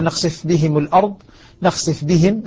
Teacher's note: يدغم الفاء في الباء · Term: إدغام الفاء بالباء